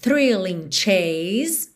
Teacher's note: Aqui começa com th, sonzinho do TH lá na frente e volta já puxando no R.